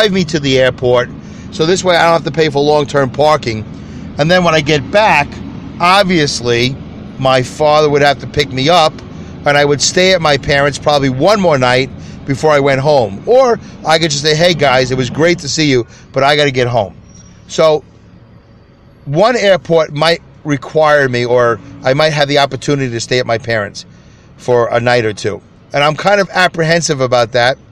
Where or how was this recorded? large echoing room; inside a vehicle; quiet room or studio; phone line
inside a vehicle